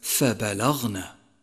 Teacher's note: لاحظ صفة الاستعلاء لحرف الغين في كلمة فبلغنا، جاء ساكنا في وسط الكلمة، فالواجب تفخيمه مع عدم المبالغة لأنه تفخيم من المرتبة الرابعة كما مر معك، وحروف التفخيم يجمعها قولك خص ضغط قظ، خص ضغط قظ.